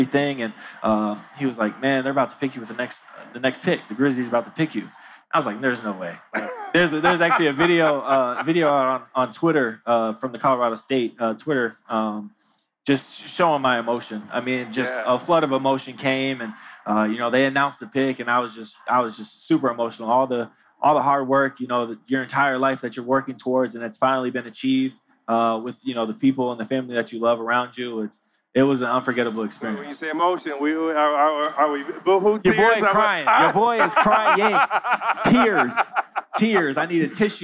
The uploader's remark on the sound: LIVE from NBA Con at Summer League in Las Vegas.